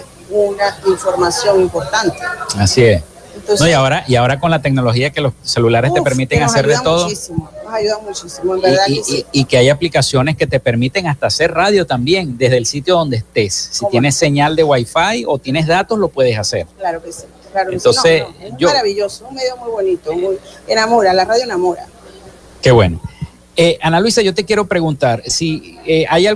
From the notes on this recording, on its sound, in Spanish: en vivo desde el hotel del lago en el marco de la ExpoZulia 2022